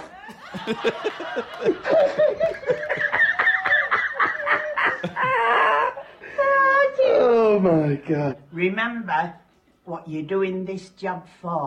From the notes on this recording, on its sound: We have kicked off the new season with a special LIVE Podcast Episode we recording on Friday 3rd September as part of the London Podcast Festival. A massive thank you to everyone who came along or tuned.